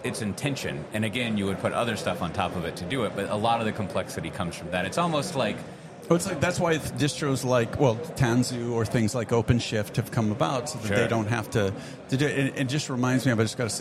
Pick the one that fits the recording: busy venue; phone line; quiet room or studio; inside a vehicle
busy venue